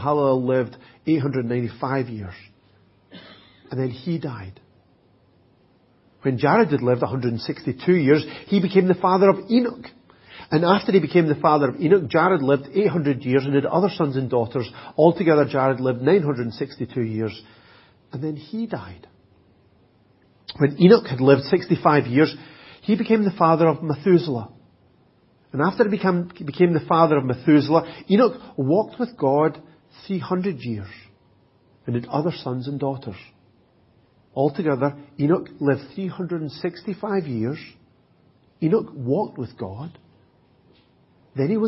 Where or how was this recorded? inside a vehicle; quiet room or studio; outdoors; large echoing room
large echoing room